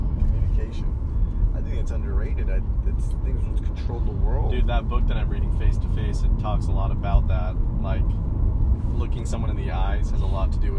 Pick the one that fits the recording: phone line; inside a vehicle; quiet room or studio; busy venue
inside a vehicle